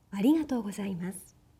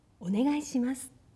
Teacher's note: がぎぐげごの前に小さいんをつけて鼻にかかったように発音します · Term: 鼻濁音